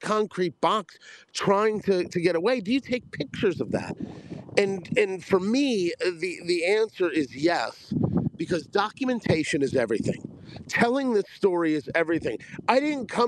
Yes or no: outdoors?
yes